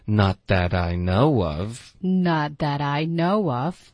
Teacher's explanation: 然后我们在 know 可以往上飘一点，有一点重音。